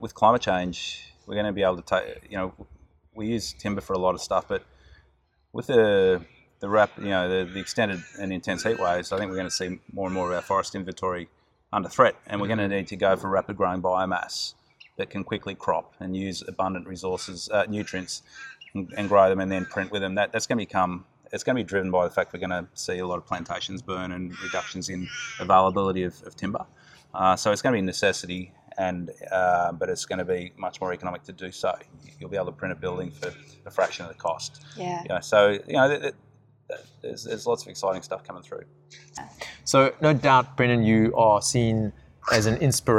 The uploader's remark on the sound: We decided to record this episode outside. Pop up urban garden in the car park of his inner city offices. For those listeners out there who haven’t had exposure to your typical inner city Australian birdlife, apologies in advance, they do settle down after a while…